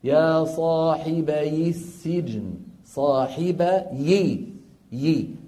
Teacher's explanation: التقى ساكنان بعد حذف النون، فنحرك الأول منهما وهو الياء بالكسر